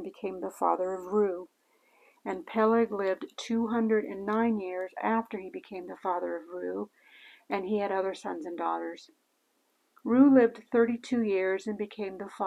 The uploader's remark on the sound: Warning: lots of noise on this podcast. I couldn’t help the background noise level.